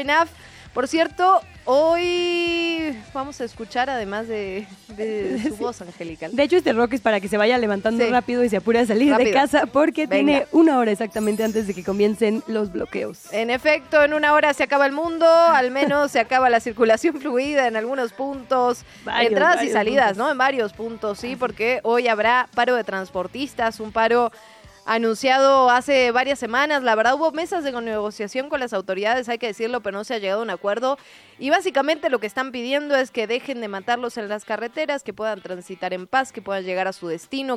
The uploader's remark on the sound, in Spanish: nos fuimos en vivo a las calles de la ciudad